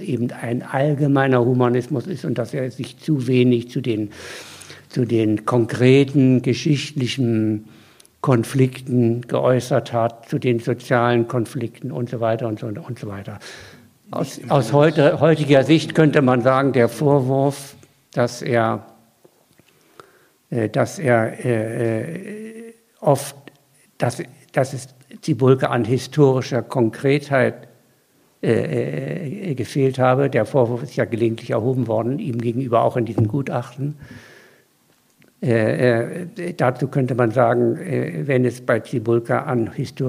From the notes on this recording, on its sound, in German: Mitschnitt einer Veranstaltung. In der LiteraturEtage der Literarischen Gesellschaft Thüringen in Weimar.